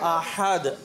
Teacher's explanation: ایک ہے ہا جو حلق کے درمیان سے وہ احد میں ہے